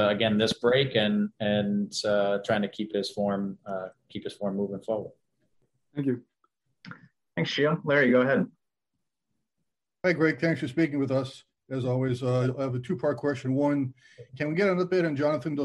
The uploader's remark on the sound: Media Video Conference Call